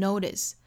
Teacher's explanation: stop to notice 这个词我们发现后面这个 tice 所在的音节也是在一个弱读音节上，也是可以把它发成一个 flap t 的状态，美音里面也很多把它发成 flap t 哈，所以是 notice。那英音的话是爆破十足的 notice，但是美音很多读成 notice。